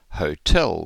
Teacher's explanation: pronounce hotel with the stress on the second syllable, whereas bottle and riddle have the stress on the first syllable, which is what you'd expect for an English word.